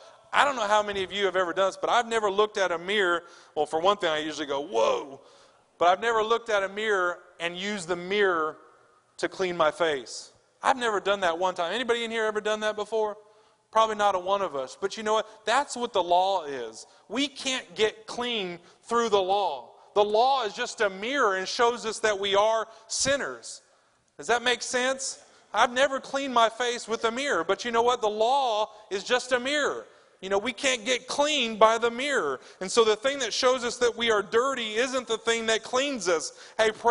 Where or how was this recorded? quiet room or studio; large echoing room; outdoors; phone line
large echoing room